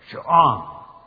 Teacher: The little vowel at the bottom is pronounced like aw. Like we say aw.